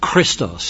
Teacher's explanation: Both the Greek letter ki, which is a the capital form of that letter is a capital X, as we would see it in English, and it's pronounced as a very guttural K